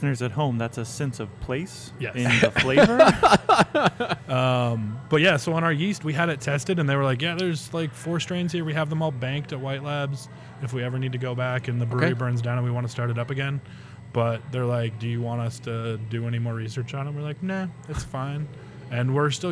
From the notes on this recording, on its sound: on location at Round Town Brewery